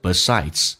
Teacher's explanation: 非主重元音的 e 可以发成 a